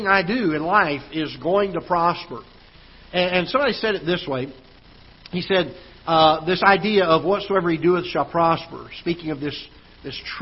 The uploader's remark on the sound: Ketha Heights Baptist Church ~ Live Broadcast